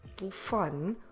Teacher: Expect more people to say telefone, where we actually drop all the vowels of the word apart from the O. So telefone, it's the most common way to pronounce it.